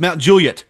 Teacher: Mount Juliet, the well-known suburb of Nashville, Tennessee, is phonetically pronounced Mount Juliet, stressing the first syllable. The Juliet is clipped short rather than drawn out like the Shakespearean Juliet